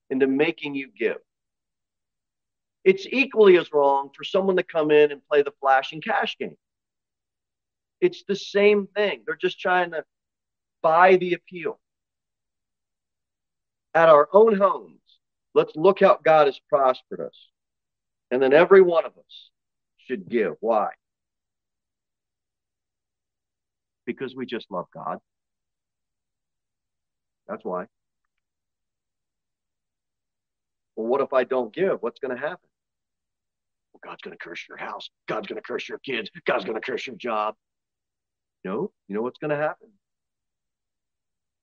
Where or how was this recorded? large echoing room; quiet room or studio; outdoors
large echoing room